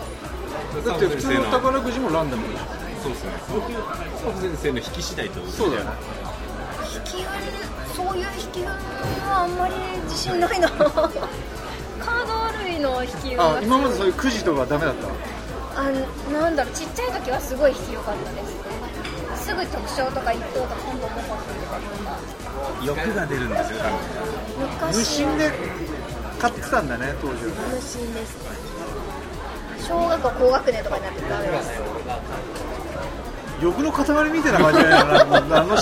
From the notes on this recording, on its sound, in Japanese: 喫茶店にて。ここのところメンバーのスケジュールが合わなくて外収録が多いおきらじ！です。今回はコーヒーの美味しい喫茶店…！